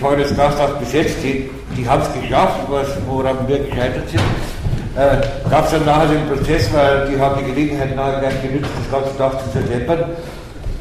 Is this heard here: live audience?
yes